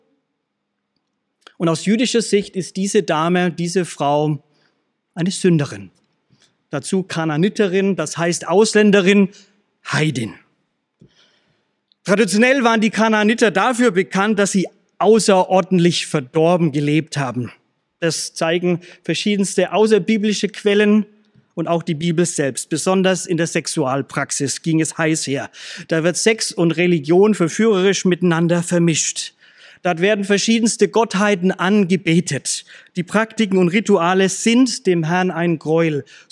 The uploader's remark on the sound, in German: aus dem Schwarzbrot-Gottesdienst der Missionsberg-Gemeinde (LM) vom 27.